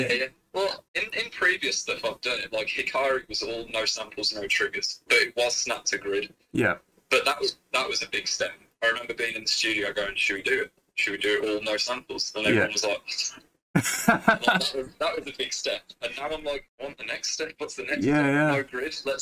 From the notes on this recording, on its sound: (FaceTime). This one was recorded from my phone speaker.